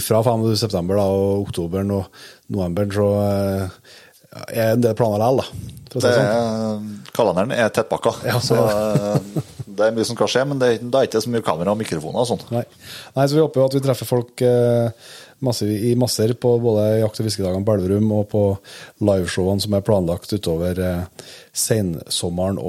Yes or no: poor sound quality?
no